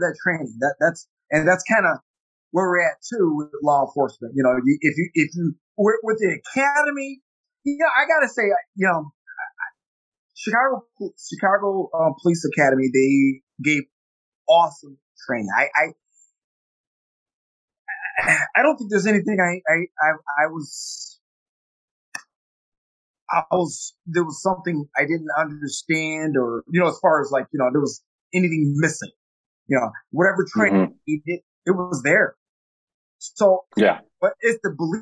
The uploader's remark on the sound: Apologies in advance for our sound quality